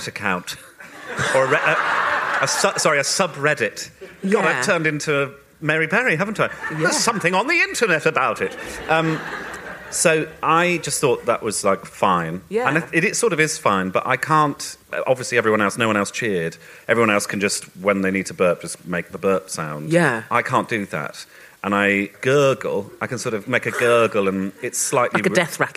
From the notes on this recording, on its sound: We recorded this episode at the ROUNDHOUSE in Camden in front of a live audience.